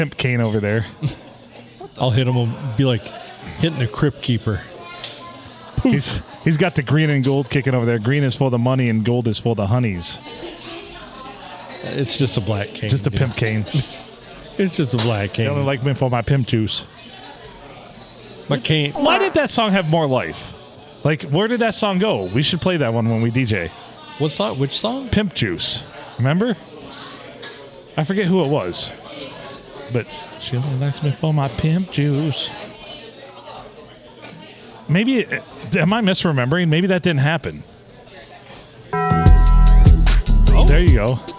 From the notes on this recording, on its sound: Recorded at the Blue on a wild Monday night in lovely Port Sanilac.